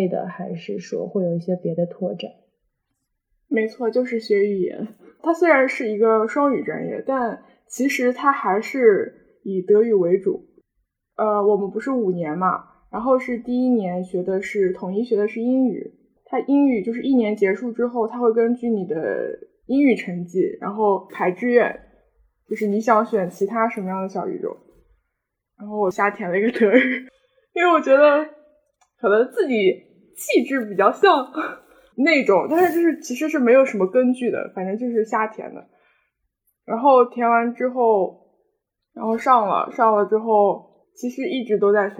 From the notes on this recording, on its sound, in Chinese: 本期音质确实不佳